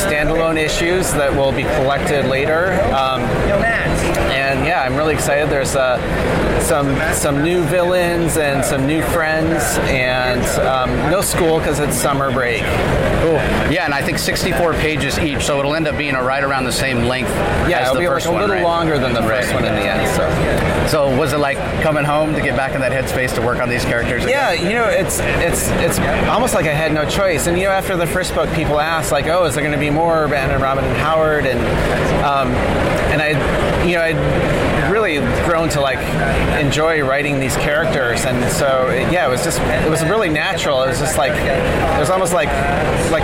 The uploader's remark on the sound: LIVE from SDCC '23